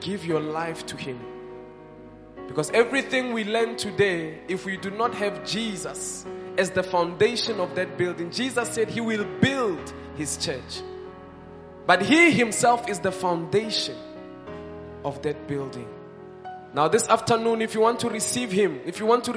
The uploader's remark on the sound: Live At ABC Khalanyoni.